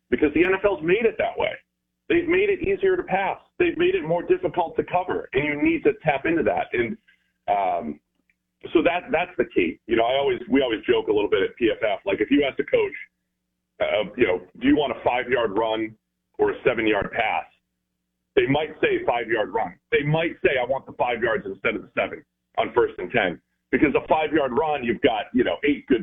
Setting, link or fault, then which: link, phone line